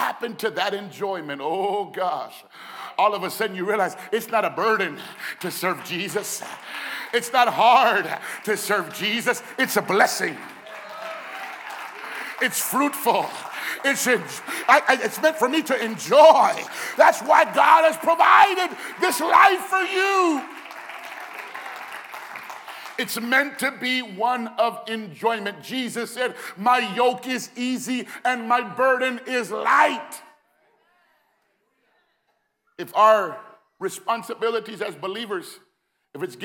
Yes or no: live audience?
yes